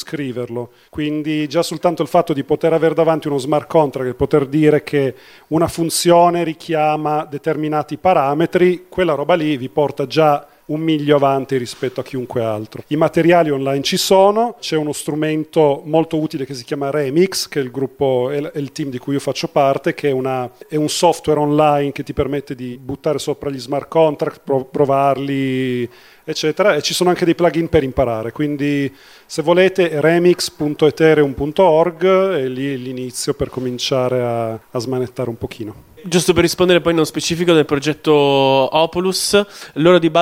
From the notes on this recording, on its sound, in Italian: Il tutto realizzato dal vivo da Linecheck 2021. Q & A live a Linecheck.